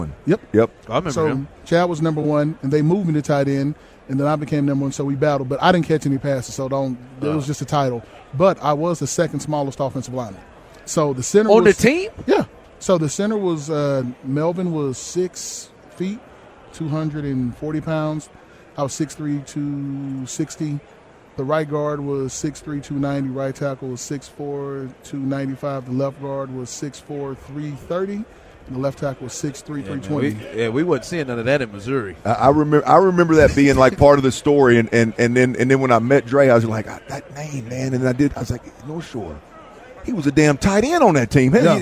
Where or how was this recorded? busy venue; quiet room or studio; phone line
busy venue